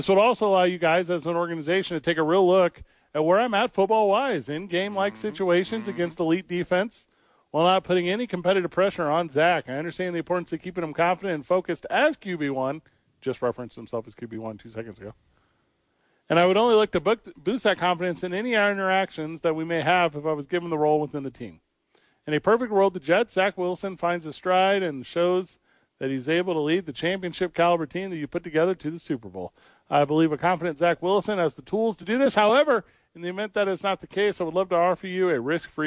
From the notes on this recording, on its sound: live from The Albuquerque Duke Store.